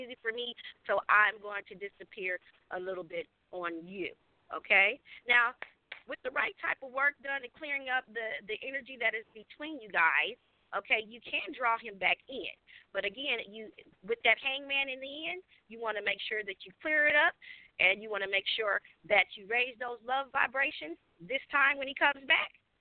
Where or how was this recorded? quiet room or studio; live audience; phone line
phone line